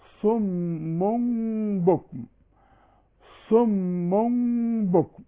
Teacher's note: وبعده إقلاب، فبيحصل للميم إقلاب، التنوين بيتقلب لميم